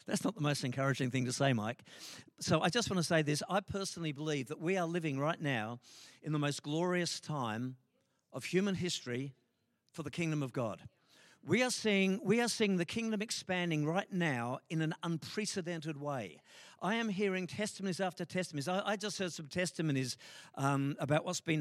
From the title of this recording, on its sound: LIVE at Echo Church